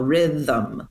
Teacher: Like there is a second vowel, rhythm, 1, 2. And the thum syllable has a schwa vowel. And no other actual traditional vowels.